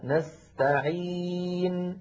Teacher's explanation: النون المتطرفة عندما وقفنا عليها سكنت، فلما سكنت ساوى زمنها زمن الميمات والنونات التي تقدمت معنا.